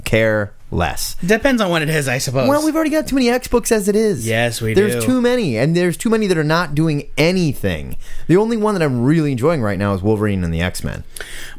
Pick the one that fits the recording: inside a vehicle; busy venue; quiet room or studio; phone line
quiet room or studio